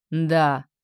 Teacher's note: Категорически. Четко, с понижением